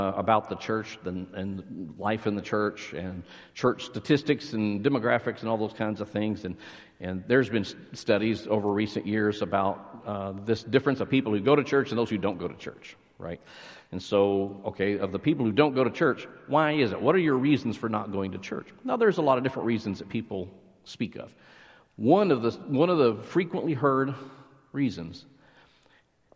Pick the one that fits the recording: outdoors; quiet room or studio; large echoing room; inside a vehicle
large echoing room